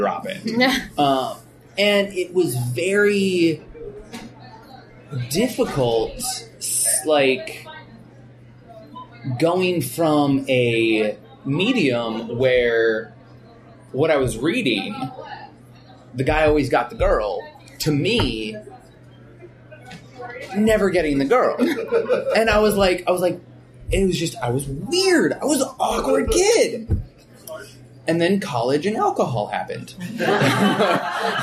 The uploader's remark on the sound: Live from Palm Springs Comic Con